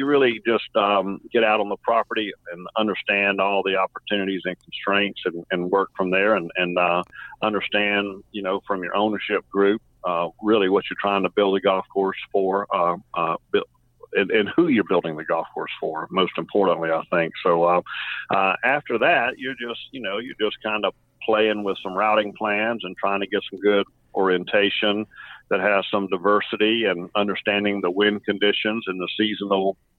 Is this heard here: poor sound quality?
no